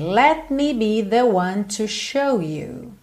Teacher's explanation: Atenção também, esse T do let, a gente não costuma dizer let me be, let me be, let me be. Eu só ponho a língua lá no céu da boca e já estou fechando os lábios para o M.